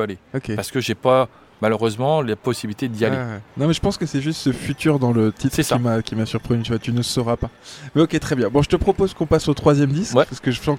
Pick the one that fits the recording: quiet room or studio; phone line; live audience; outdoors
outdoors